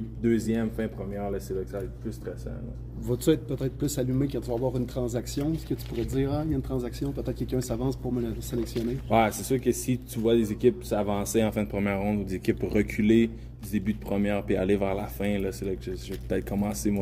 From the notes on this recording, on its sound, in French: En direct de son rassemblement à Victoriaville à l'aube du début du draft.